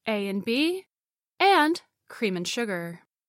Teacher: In A and B, the and gets reduced to n.